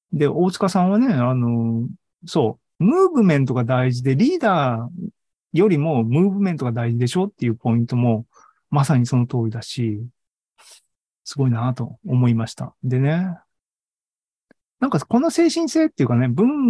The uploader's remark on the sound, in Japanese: ２０２２年１０月２６日に開催した ZOOMライブの模様です。